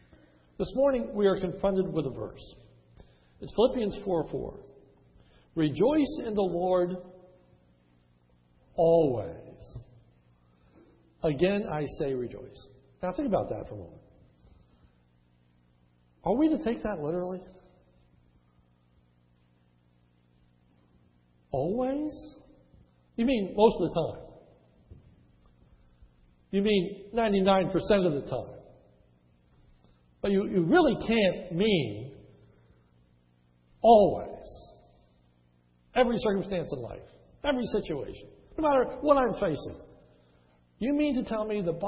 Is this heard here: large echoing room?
yes